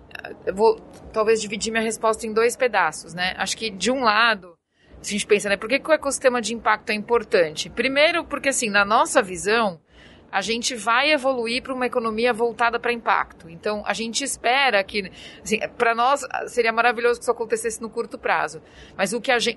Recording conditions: busy venue